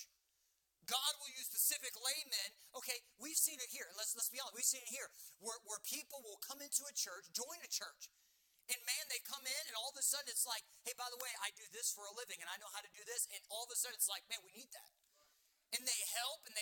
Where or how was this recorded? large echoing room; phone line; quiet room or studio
large echoing room